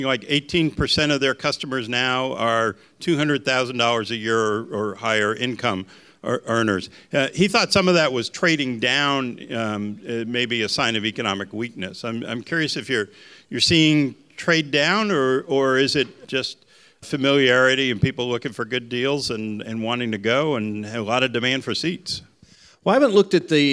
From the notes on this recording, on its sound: Recorded live on stage at Aviation Festival Americas 2023. In-person listener question.